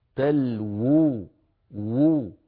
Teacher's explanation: نحن ننطق واوين، الواو الأولى مضمومة والثانية ساكنة مدية